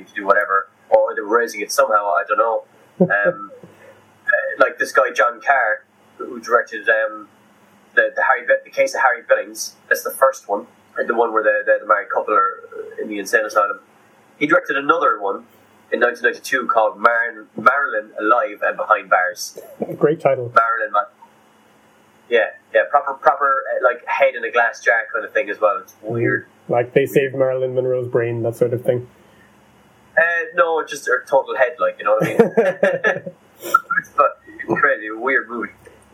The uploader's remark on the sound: Joined from across the Atlantic. Podcasting via Scype is presenting some difficulties with keeping background noise down, but the quality is not bad!